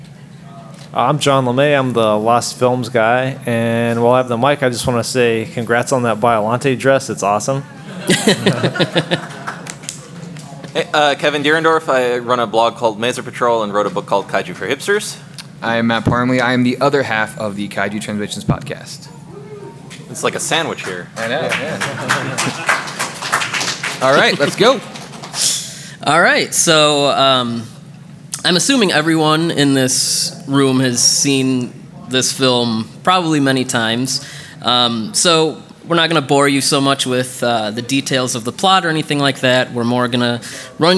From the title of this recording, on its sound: KT Live at G-Fest 2019